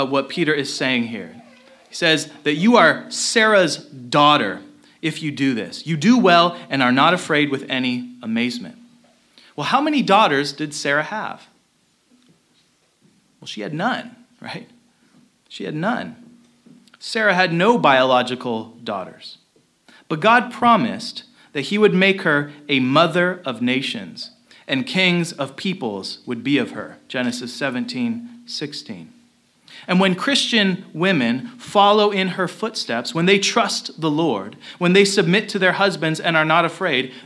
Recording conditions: large echoing room